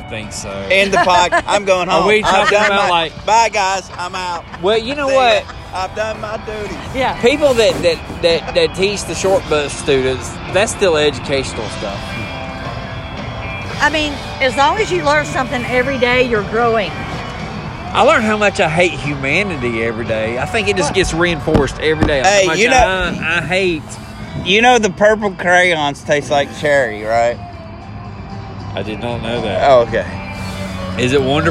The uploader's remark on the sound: Saints & Sinners Opening …. Live And In Your Face! It’s JBTC live and on location.